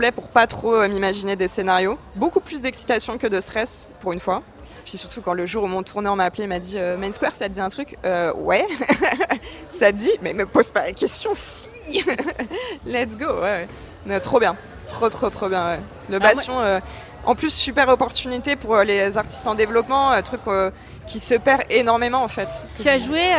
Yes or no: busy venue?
yes